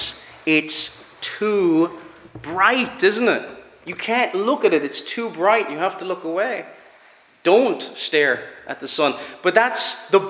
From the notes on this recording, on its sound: Preached at Ballyclare - Dough Free Church -Continuing-.